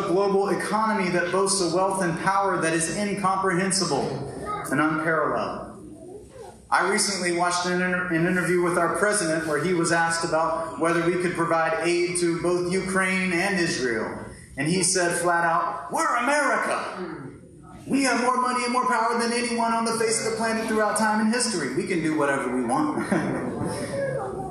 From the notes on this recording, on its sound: Lower quality audio was pulled from our live stream